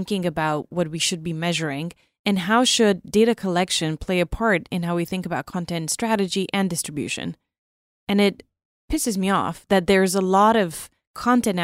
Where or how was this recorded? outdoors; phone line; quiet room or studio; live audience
quiet room or studio